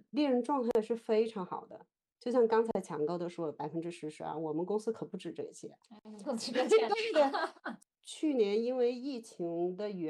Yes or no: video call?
yes